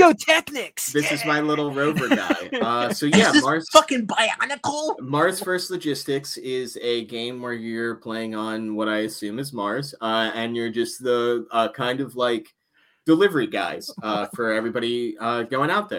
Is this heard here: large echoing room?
no